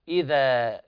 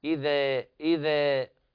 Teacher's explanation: بفتح الفك بدون إمالة ولا تقليل · Shown in: first take